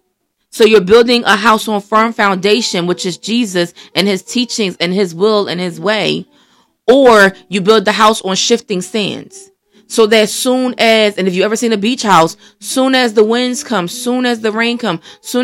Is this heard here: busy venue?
no